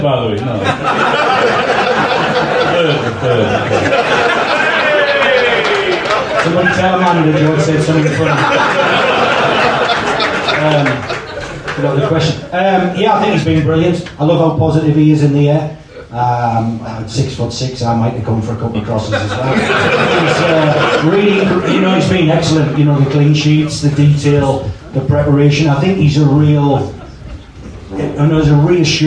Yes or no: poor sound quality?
yes